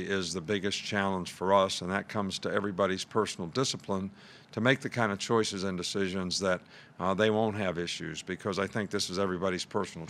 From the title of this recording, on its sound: Press Conference from Monday August 24